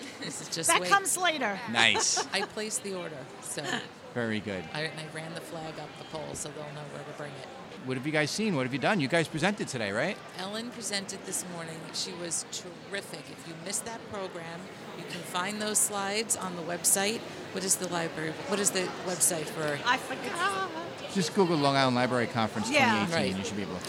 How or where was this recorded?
busy venue